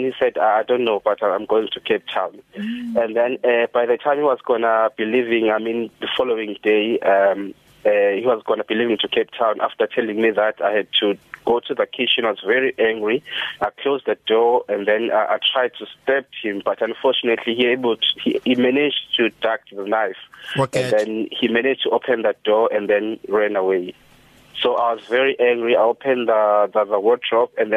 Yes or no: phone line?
yes